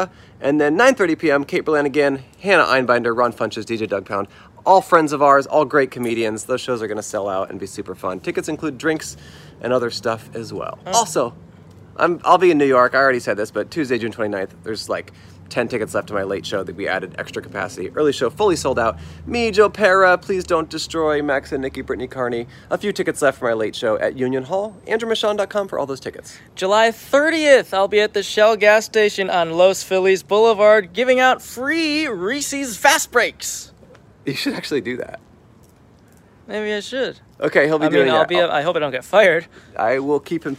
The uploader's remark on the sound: We set up in front of the iconic store for all the crap you need to stay alive! Recorded on May 22 on Santa Monica Blvd in Hollywood.